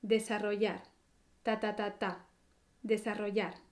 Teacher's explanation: Como es la forma del infinitivo, la sílaba fuerte es yar, la última sílaba.